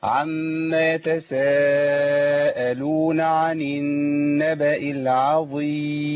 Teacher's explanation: عايزين بقى ايه المد المتصل يبان معانا ان هو اربع حركات